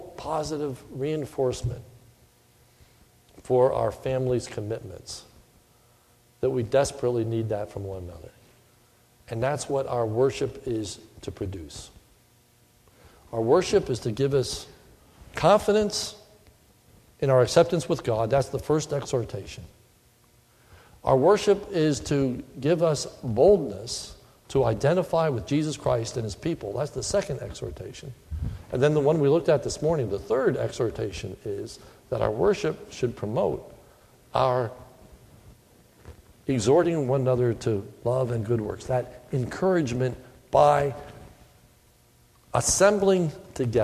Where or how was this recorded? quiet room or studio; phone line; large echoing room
large echoing room